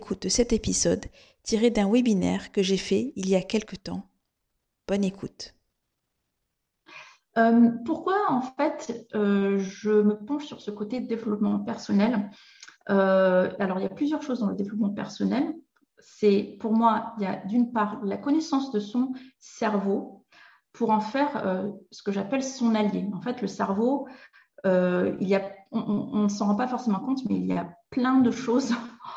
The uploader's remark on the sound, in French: Dans cet épisode tiré de mes archives de webinaire.